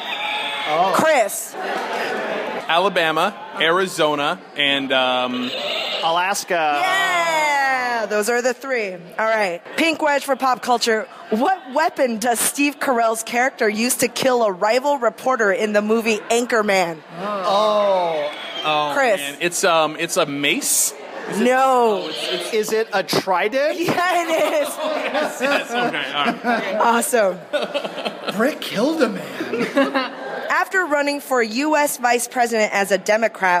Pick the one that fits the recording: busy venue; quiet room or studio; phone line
busy venue